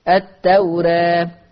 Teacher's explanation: التوراة او بالتوراة ده برضو مرتين، قلنا أن لفظ التوراة لورش عن نافع مقلل الألف فيه مقللة قولا واحدة